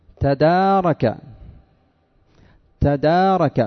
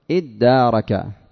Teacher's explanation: ثم سكن الدال الأولى لتدغم في الثانية وأتي بهمزة الوصل · Term: الإدغام